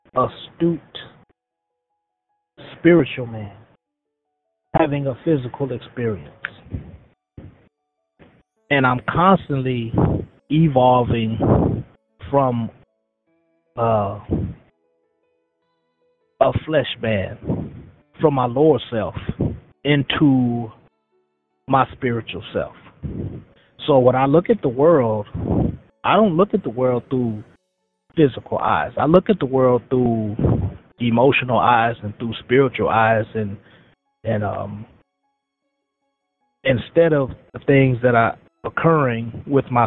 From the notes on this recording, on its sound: Here today we have him on the line with us calling in from Pendleton Correctional Facility.